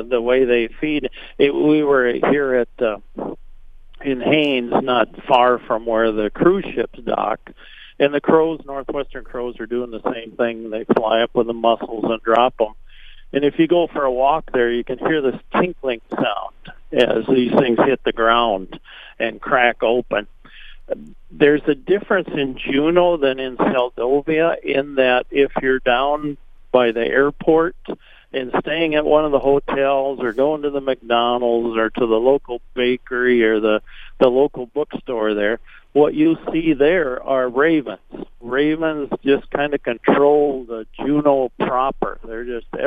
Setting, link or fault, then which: link, phone line